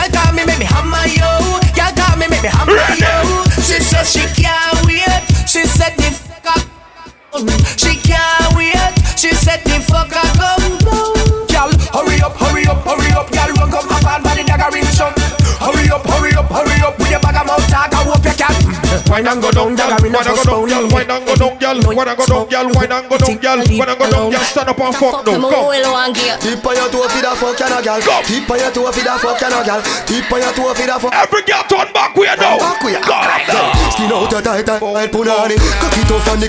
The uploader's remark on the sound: Live Audio recording from Island Saturdays on Saturday, October 29th.